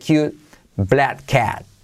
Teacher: La T de cute casi no se dice